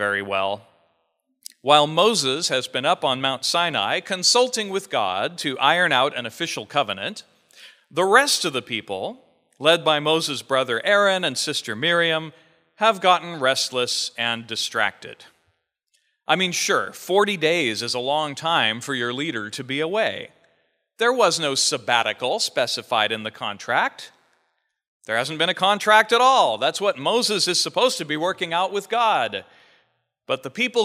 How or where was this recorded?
large echoing room